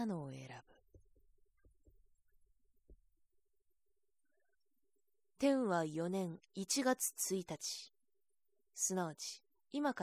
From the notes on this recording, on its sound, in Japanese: 自宅録音ですのでノイズなどはご了承くださいませ。